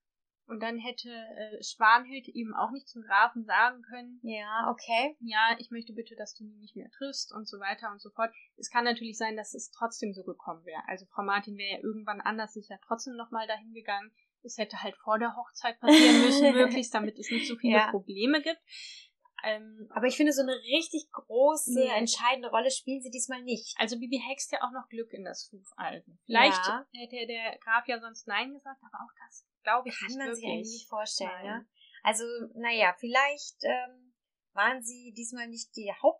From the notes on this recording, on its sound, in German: Bessere Aufnahmequalität gibt es ab Folge #03.